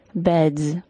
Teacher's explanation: If the final sound is voiced, like the final D in the word bed, for example, the final S is pronounced as a Z sound